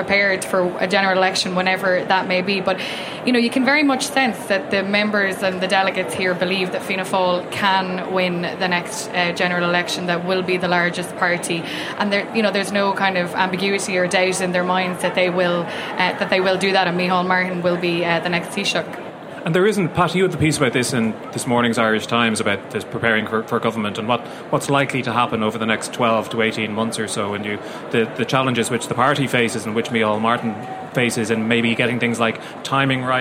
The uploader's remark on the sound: Live at the Ard Fheis. Inside Politics has made the short trip from its office to the RDS where a resurgent Fianna Fáil are holding their annual Ard Fheis.